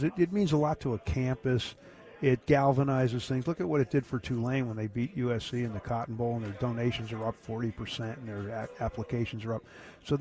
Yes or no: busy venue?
yes